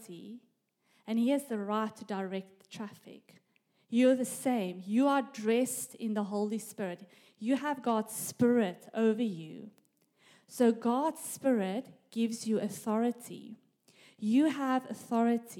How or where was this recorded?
live audience